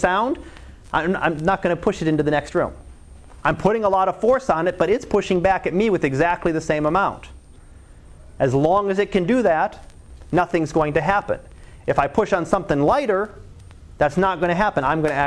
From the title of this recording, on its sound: Live Class Lecture